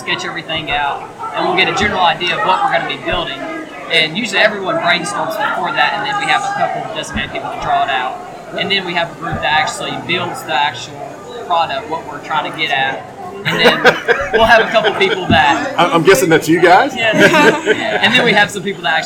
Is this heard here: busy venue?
yes